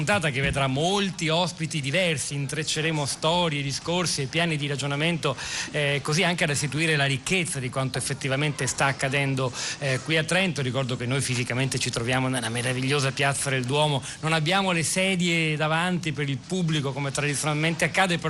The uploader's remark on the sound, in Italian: Seconda diretta dal Festival dell&#39;Economia di Trento.